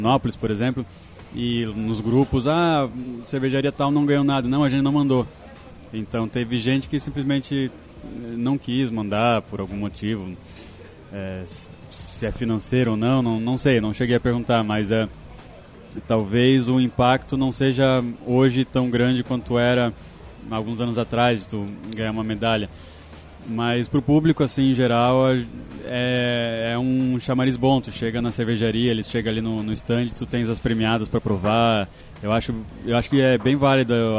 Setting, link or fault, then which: setting, busy venue